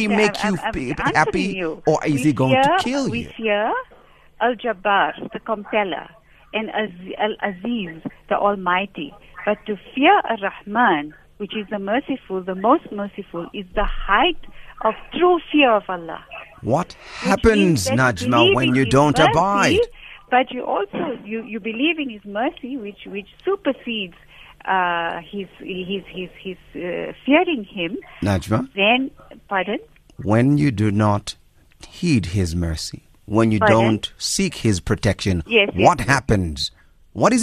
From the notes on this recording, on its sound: Guest on the phone